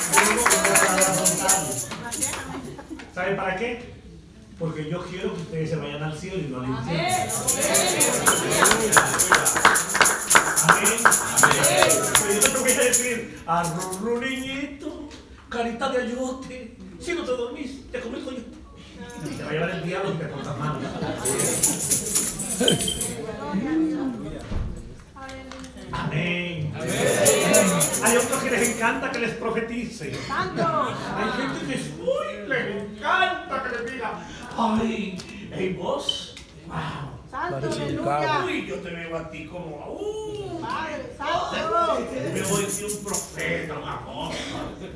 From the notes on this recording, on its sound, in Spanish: Desde Honduras. Grabado en vivo.